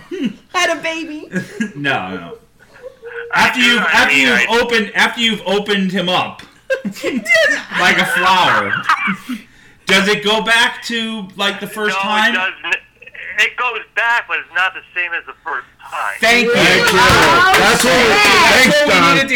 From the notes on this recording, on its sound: appearance via phone call